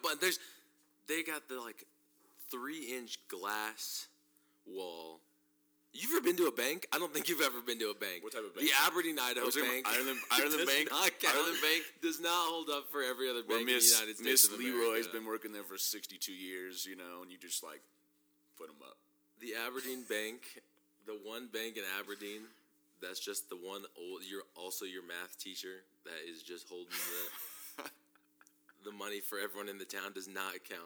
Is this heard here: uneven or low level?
yes